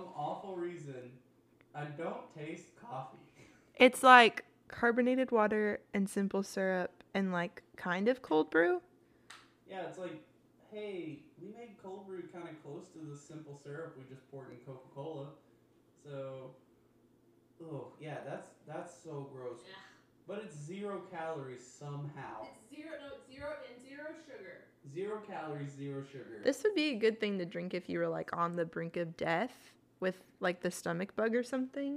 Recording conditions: poor microphone